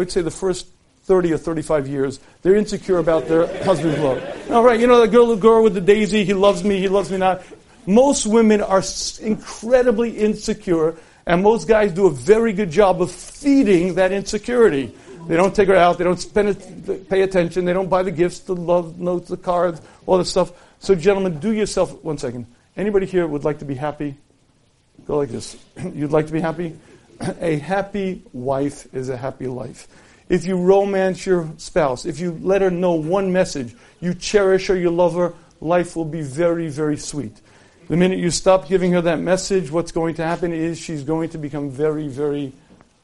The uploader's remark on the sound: Recorded live at Chazaq.